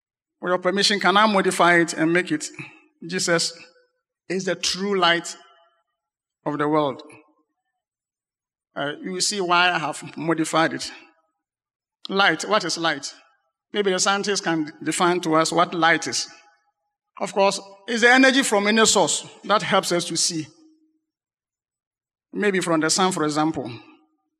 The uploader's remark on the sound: Sermon preached at CBC Shiashie Campus